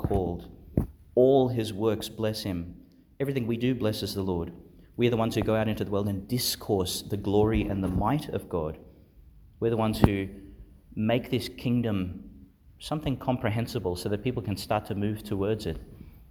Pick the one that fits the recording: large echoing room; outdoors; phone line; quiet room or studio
large echoing room